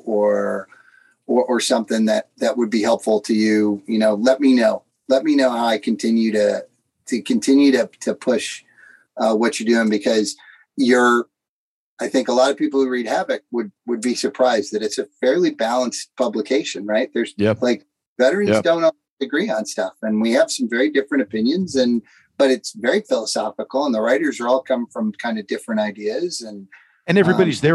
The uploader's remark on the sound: Zoom to Zoom.